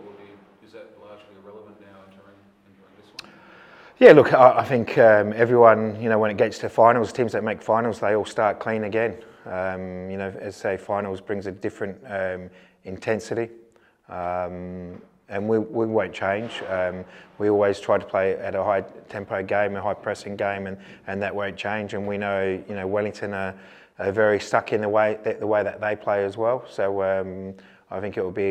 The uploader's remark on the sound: Speaks to media at Coopers Stadium.